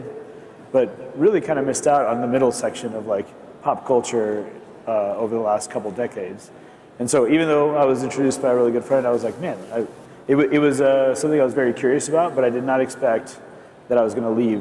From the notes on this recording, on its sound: A Consensus 2023 panel